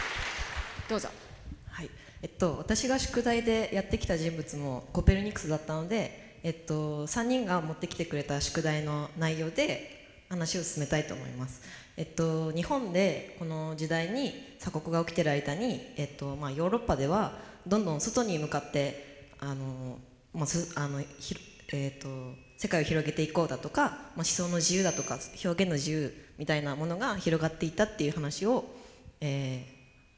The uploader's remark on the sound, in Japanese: FM FESTIVAL 2012。１回限りの公開授業。TOKYO FM ホールで行なわれた。